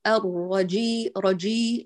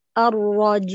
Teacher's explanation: محتاج تقرأ الراء بإتمام فتحها بالتباعد · Shown in: second take · لا تقول الرجي ر، أيضا تتسبب في هذا الخلل فيه وفي المجاور.